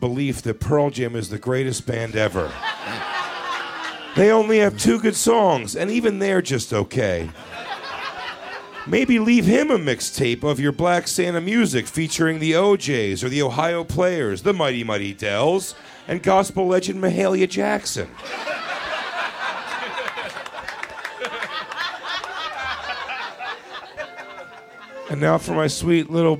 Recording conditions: live audience